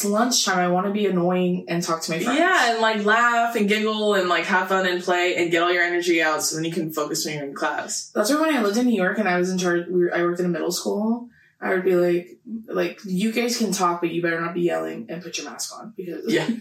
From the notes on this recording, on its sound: Besties i wanted to let you know that the audio Gods were truly against us in this episode that we ended up filming three times?? The audio is a little funky in this.